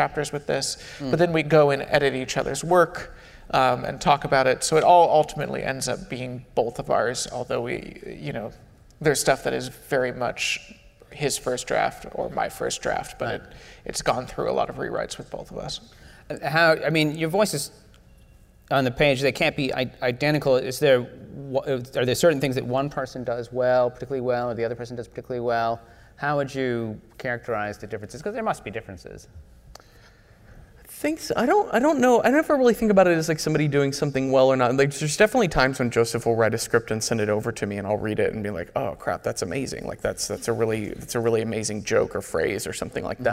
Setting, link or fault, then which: setting, live audience